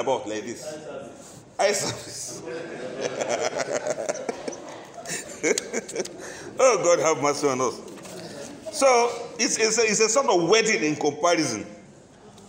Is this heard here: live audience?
yes